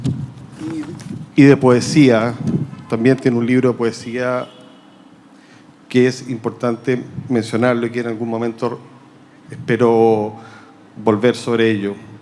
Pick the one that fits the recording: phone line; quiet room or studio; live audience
live audience